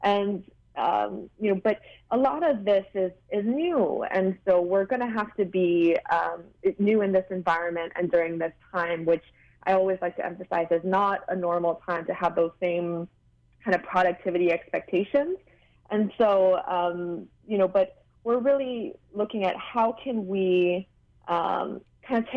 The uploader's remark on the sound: In today's live call-in show